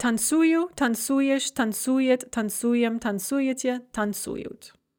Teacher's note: Or танцевать, to dance. The stress is going to shift onto the у when we conjugate it